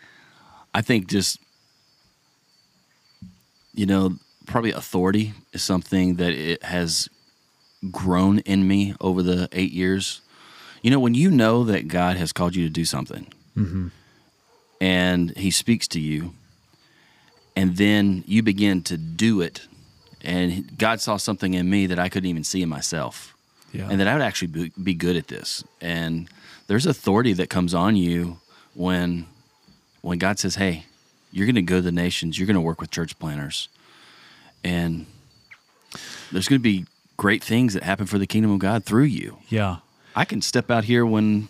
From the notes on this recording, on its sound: In the jungle of Talamanca, Costa Rica. We literally recorded the podcast in the middle of the jungle.